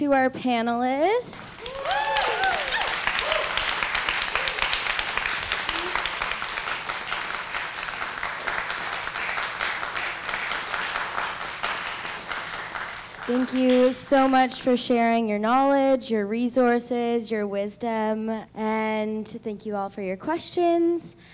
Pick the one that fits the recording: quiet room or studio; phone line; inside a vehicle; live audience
live audience